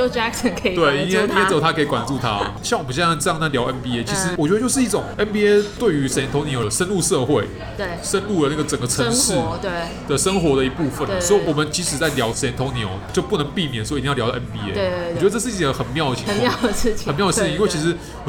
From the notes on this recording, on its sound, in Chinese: 本集白噪音指數：微風級 2/5。錄音地點： Toasteria Cafe 吐司利亞 - 永康店。